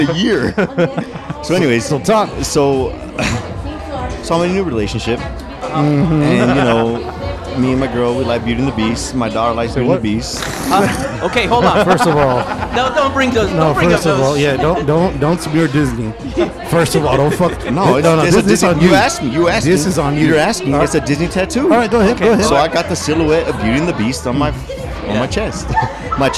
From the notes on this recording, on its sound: On this week's episode, in honor of our accomplishment, we recorded live at 'The Old Sheep Dog Brewery'.